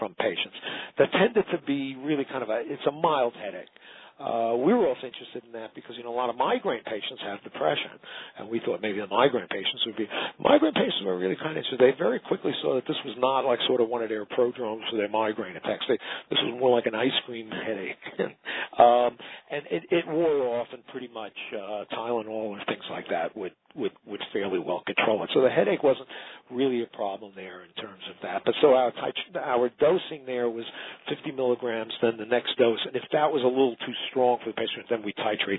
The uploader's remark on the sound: Author in the Room® Teleconference